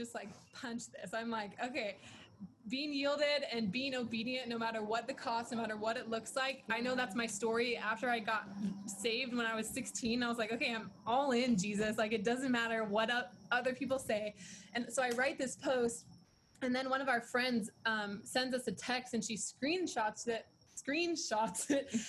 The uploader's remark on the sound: held over zoom